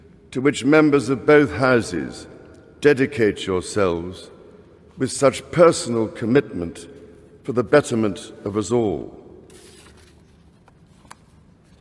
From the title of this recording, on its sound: Addresses Parliament At Westminster Hall